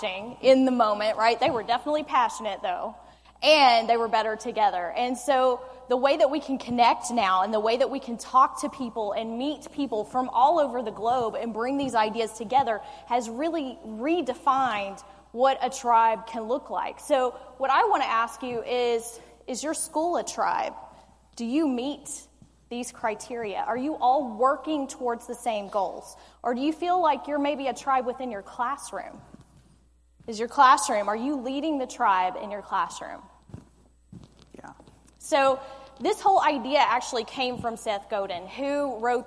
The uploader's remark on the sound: a joint keynote presentation they gave during the Summer of 2017